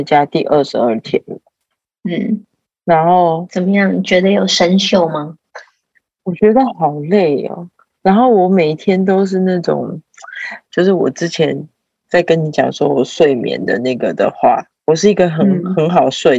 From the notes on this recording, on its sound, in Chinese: 線上錄音again我們依舊趁著孩子睡去後躲在黑漆漆的房間裡。